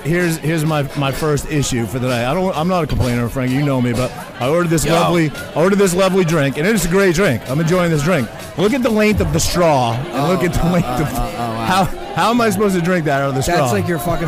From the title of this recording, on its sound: Live From Pilsner Haus Biergarten